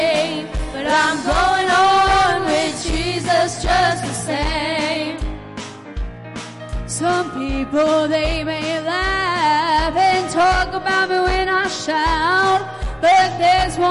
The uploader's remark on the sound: WELCOME TO OUR LIVE SERVICE. At Family Worship Center in Athens Tennessee. We own a CCLI license CSPL080184 to stream our music live over the internet.